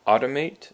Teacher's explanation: Automate has the emphasis on the first syllable